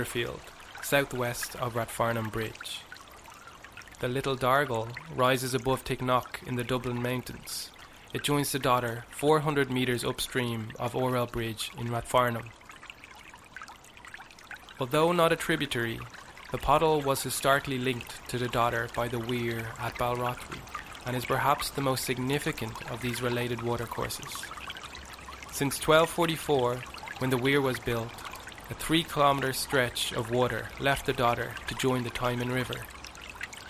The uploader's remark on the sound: River Dodder Soundwalk. A soundwalk of the River Dodder in South Dublin.